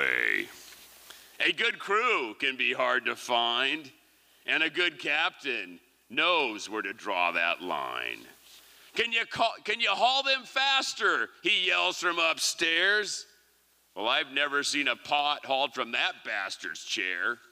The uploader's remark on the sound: Liberty Theatre-Saturday Night-Second Set. These performances were recorded at the Liberty Theatre on Saturday, February 25th, 2023.